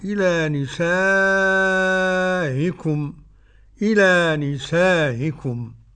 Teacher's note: يمده ست حركات ورش وحمزة. عندما يقف حمزة يقف بتسهيل الهمزة مع المد والقصر